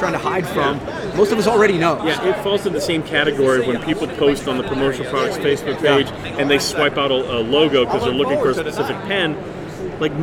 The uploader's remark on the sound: recording LIVE at the Evans booth at PPAI Expo